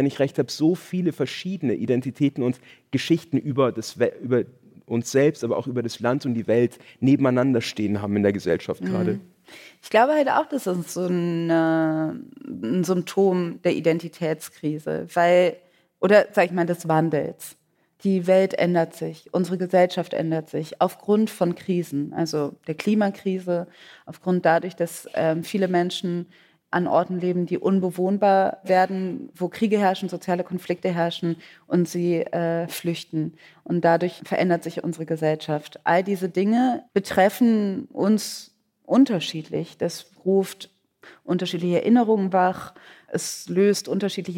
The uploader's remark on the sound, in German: Das Gespräch ist eine Aufzeichnung der Veranstaltung. Des Literaturhauses Frankfurt und des ZEITmagazins. Oktober im Schauspiel Frankfurt vor Publikum stattfand und auch als Videomitschnitt auf ZEIT ONLINE verfügbar ist.